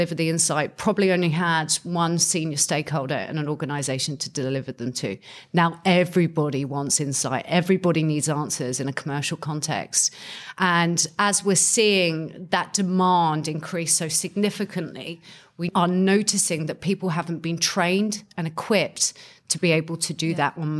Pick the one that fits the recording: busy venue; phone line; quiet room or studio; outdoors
busy venue